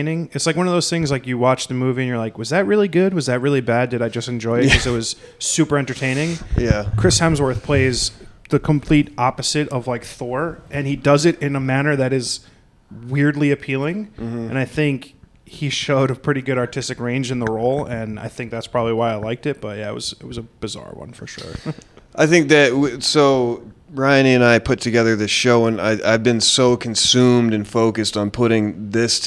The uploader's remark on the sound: Live from The Lower Draw in Manhattan. Sat down for an in person live podcast recording.